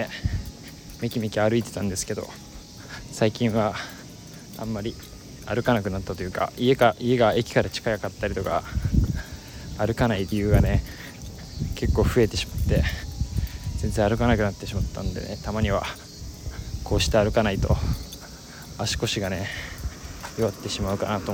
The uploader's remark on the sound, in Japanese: 横須賀で散髪の日、炎天下を歩きながら。